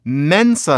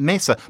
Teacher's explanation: So we see mensa on the page, but there are people running around letting that N go because, you know, sounds will drop out · Shown in: second take · Mensa, not mesa.